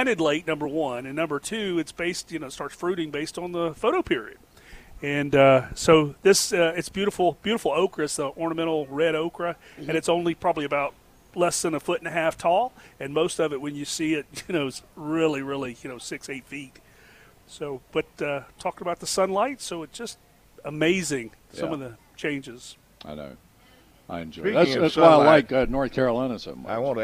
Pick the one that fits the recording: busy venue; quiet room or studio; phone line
busy venue